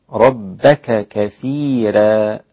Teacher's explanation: وكثيرا رقق الراء فيها ورش لأن قاعدة ورش معروفة، فيكون النطق ربك كثيرا عند ورش.